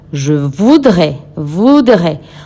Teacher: La OU de voudrait suena U, como ya dijimos, y la AI suena E, como ya dijimos, y la S final no suena.